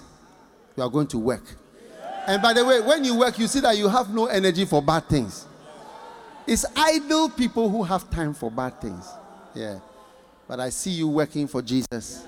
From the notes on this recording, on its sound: Preached at The Qodesh Tsalach Night Service, North Kaneshie. Accra.